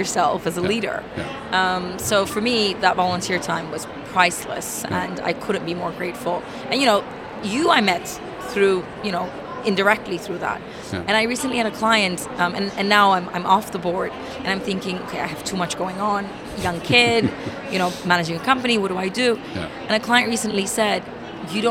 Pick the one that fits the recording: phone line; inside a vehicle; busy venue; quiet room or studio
busy venue